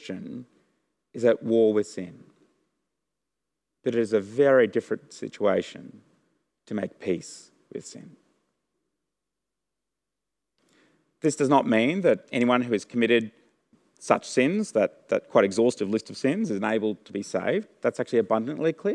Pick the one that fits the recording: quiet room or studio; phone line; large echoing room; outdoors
large echoing room